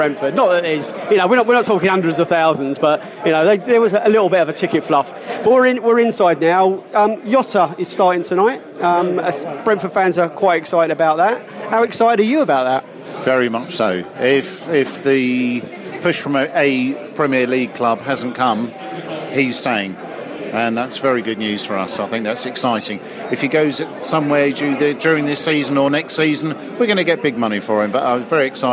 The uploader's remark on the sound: The Live From Oxford Podcast. Beesotted headed West this week and had to settle for a pint in a bowling alley rather than a lovely pub, but taking in the Bees’ friendly game at Oxford allowed us to watch some live footy while doing the Pride of West London Podcast once again.